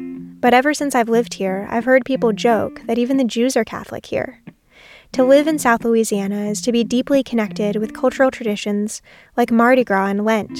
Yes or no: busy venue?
no